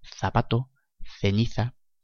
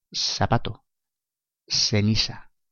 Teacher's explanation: en Latinoamérica y algunas regiones de España, este fonema suena más parecido a una S · Shown in: second take · en España pronunciamos la letra Z como la TH del inglés. Es el mismo fonema que cuando C va antes de las vocales E o I.